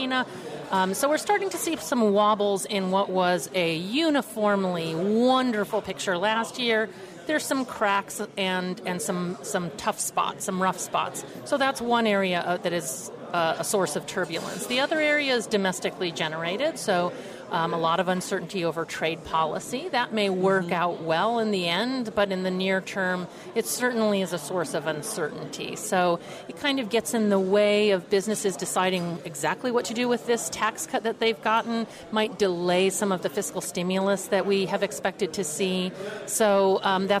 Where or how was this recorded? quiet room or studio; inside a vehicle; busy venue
busy venue